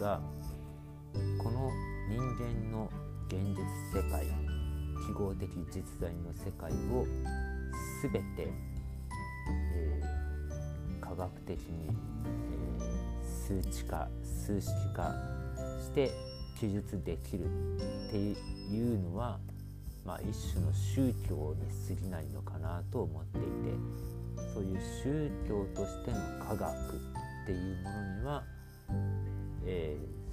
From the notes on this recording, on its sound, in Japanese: 雑音が多くなってしまった上、音声が小さくなりました。